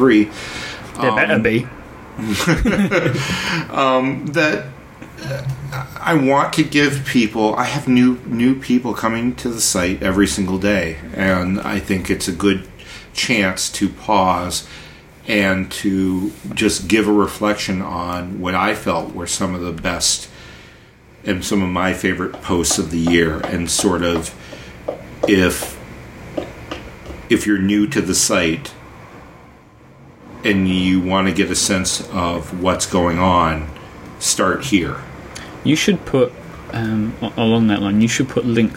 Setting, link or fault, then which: fault, sounds in the background